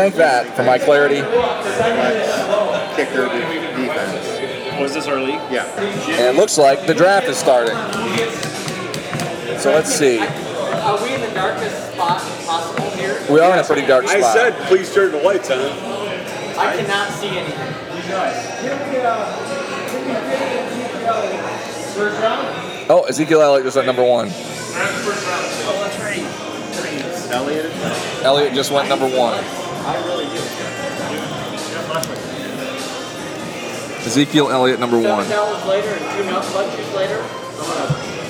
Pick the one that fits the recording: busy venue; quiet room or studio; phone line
busy venue